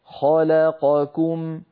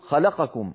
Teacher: أربع متواليات من المتحركات لابد أن تسوى أزمنتها · Shown in: first take · فنقول خلقكم ولا نقول خلقكم هكذا بسرعة.